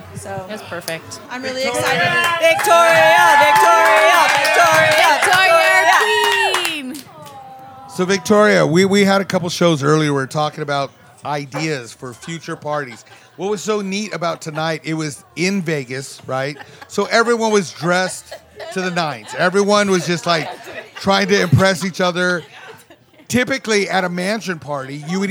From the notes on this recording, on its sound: Our final recording from the Rogue Bunnies Mansion 2.0 Party, from Vegas back in September. This episode was recorded after 2a (the party started at 8:30p).